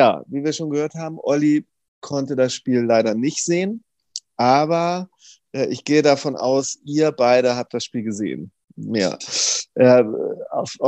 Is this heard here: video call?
yes